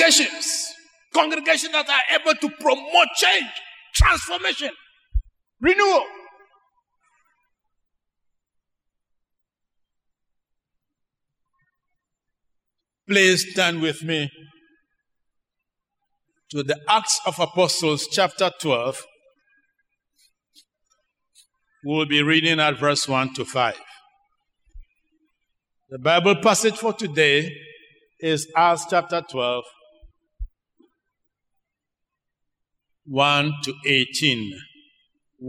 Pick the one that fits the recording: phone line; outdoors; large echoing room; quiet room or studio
large echoing room